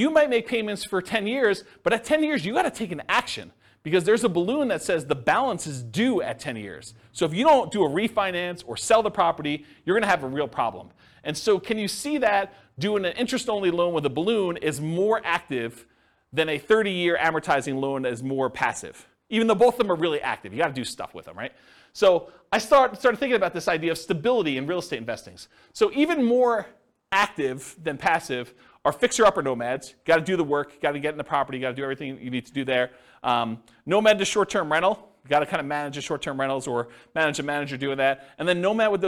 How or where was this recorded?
live audience